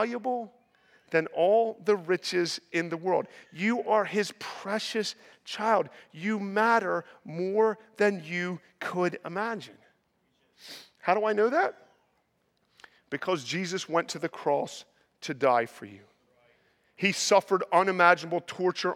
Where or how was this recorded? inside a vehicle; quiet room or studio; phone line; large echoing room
large echoing room